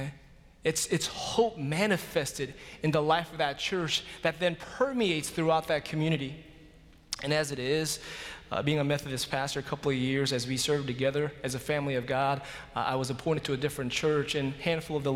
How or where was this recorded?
large echoing room